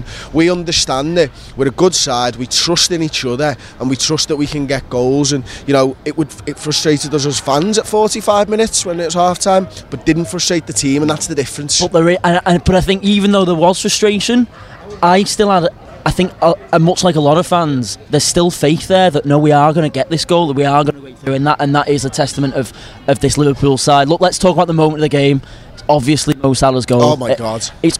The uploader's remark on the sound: The lads are outside Anfield